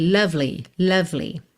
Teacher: atenção com esse lovely, que você vai do V direto pro L.